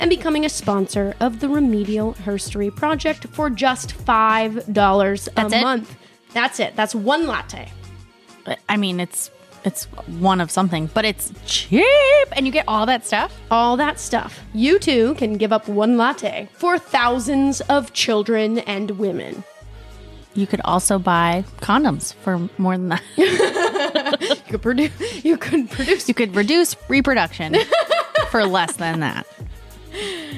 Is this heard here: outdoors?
no